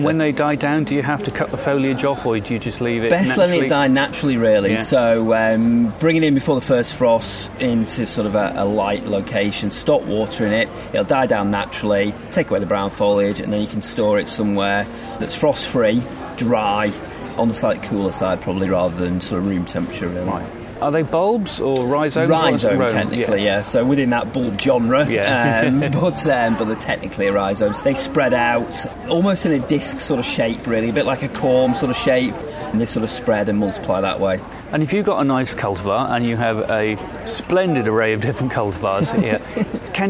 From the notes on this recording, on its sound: Interviews from the 2015 RHS Hampton Court Palace Flower Show